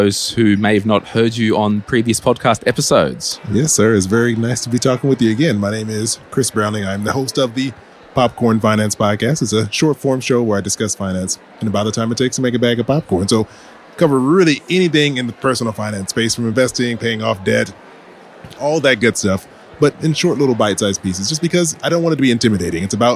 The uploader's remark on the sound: Live from FinCon22. At FinCon22 in Orlando, Florida.